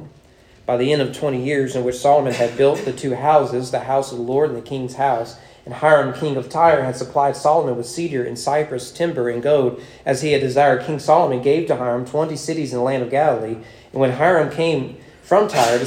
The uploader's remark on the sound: Sermon preached at East Frankfort Baptist Church on September 24, 2023 during morning worship.